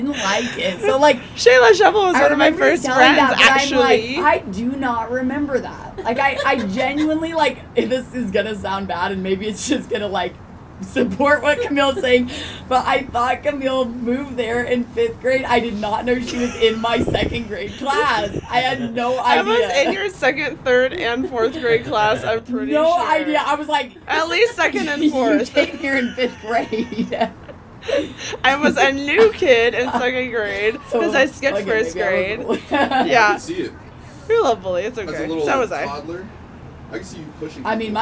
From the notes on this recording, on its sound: To an actual smoking porch. Expect lots of ambient sounds, wheeze laughs, drunken innuendo.